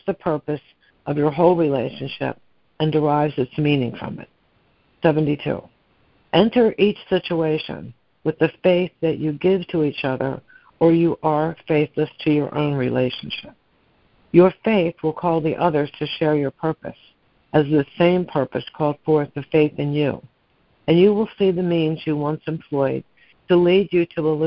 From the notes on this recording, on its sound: ACIM Daily Conference Call